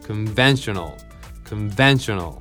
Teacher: 残りはなんと全部ね、 E をひっくり返したような曖昧母音ってやつになってるね。これは口の形リラックスでうってやつなのでね、コンじゃなくてクンだし、ショーじゃなくてシュシュだし、ナウじゃなくてノーノーノーね。まあ、ちょっと口の形見せられないのが残念なんだけど、口ほとんど動いてないですね。もう口の力抜けた状態で、なので then だけね、口が開くようなね、そういうイメージで、つまりこのね一拍で押していきます。